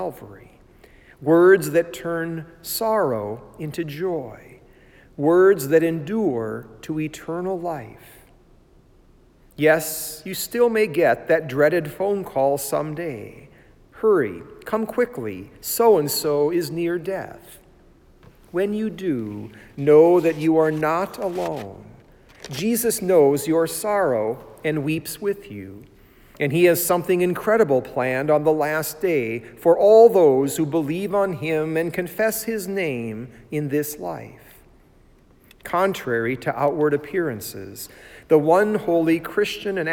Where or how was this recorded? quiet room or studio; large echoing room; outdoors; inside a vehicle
large echoing room